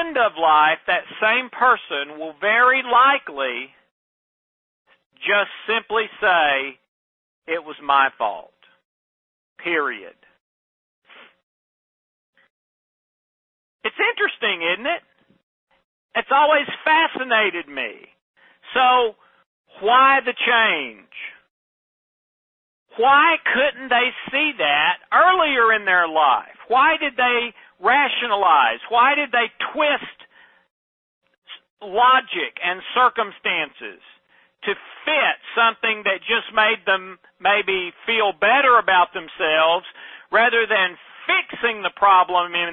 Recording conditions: phone line